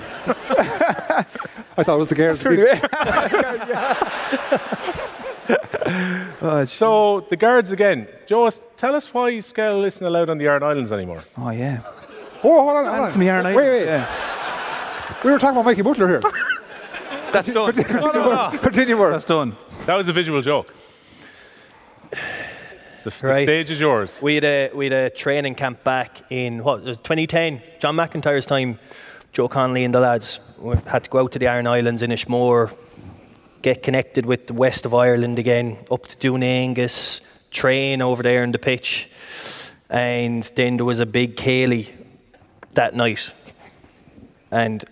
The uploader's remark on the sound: Live in The Bord Gáis Energy Theatre ahead of this weekend's All-Ireland Hurling final!